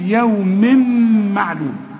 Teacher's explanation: التنوين اللي بعده ميم، اوعى تنسى تغن